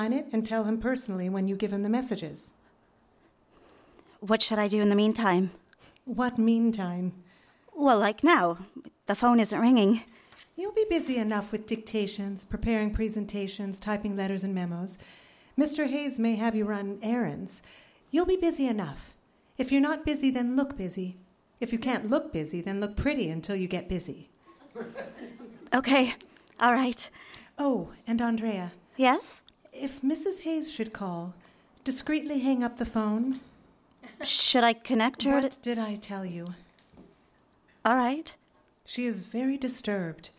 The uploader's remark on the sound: Hear all your favorite Diarist actors live with foley sound effects. The live show was recorded in Portland Oregon at the Twilight Theater as part of Portland Radio Theater Live!